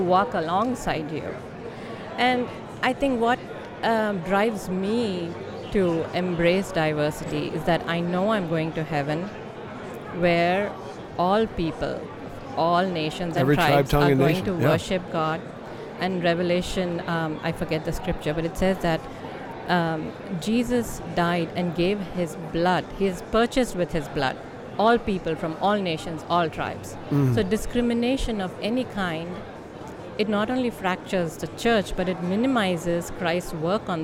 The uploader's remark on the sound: LIVE from NRB 2022!